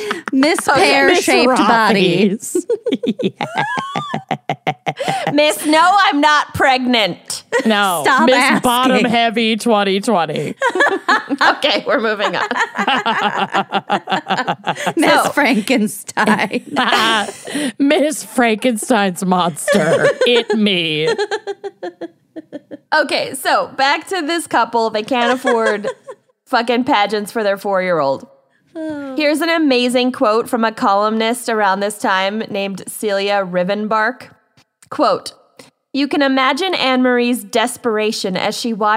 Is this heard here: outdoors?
no